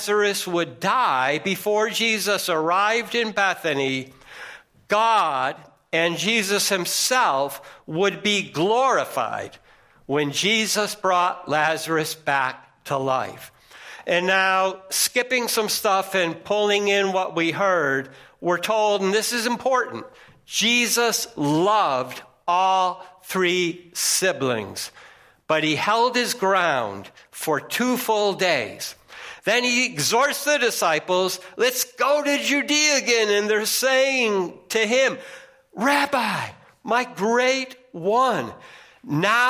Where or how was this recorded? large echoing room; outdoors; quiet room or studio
large echoing room